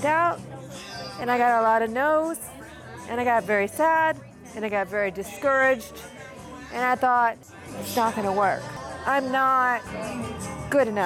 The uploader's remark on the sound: PLANO, Texas - Over a dozen patrons gathered at II Brothers Grill and Bar to hear live music and enjoy appetizers with friends and family. They had to sing over the chatter of regular patrons and audio glitches. Raffle drawings took place between performers.